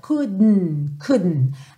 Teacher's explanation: Então eu ponho a língua no céu da boca para fazer o D e já puxo pro N direto